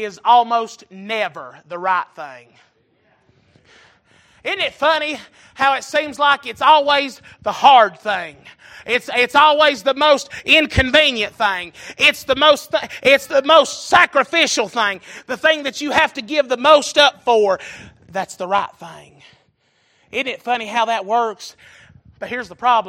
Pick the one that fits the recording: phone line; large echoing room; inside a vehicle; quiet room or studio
large echoing room